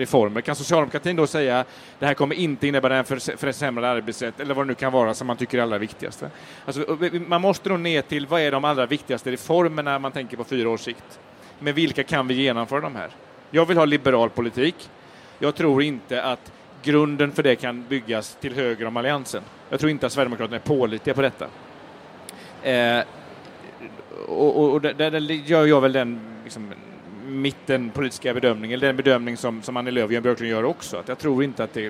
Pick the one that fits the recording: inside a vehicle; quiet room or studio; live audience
live audience